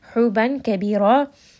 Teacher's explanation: and then ra here at the end is going to be heavy